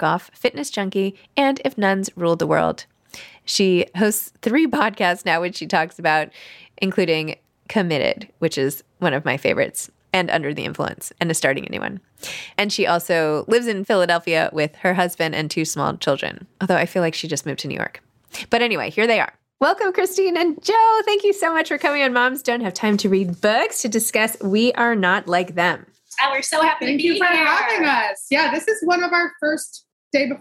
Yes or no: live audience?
no